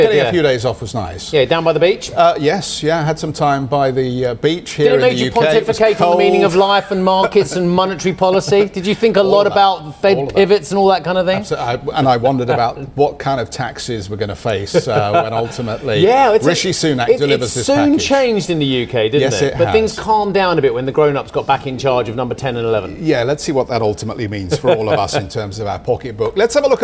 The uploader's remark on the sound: We are live at Web Summit in Lisbon